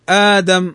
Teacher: يقولون أصل آمنوا أصلها مثلا إيمان وآدم وأوتو، يقولون مثلا آدم أصلها همزتان أأدم، همزة الأولى مفتوحة والهمزة الثانية ساكنة، فبدلا من هذا أتي بالمد فقيل آدم، فأتينا بالألف، لماذا مددنا بالألف؟ قالوا لأن الحركة قبل في الهمزة الأولى الفتح فيناسبها الألف · Term: مد البدل